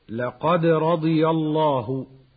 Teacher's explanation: وفي هذه الآية من أحكام التلاوة ما يلي: لقد رضي الله، قلقلة في الدال الساكنة مائلة إلى الفتح